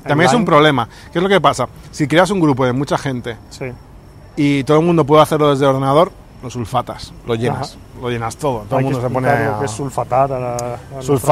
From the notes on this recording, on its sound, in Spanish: Desde el Starbucks.